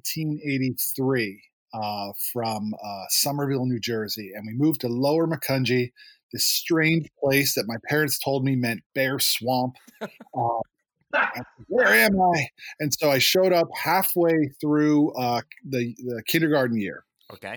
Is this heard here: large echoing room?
no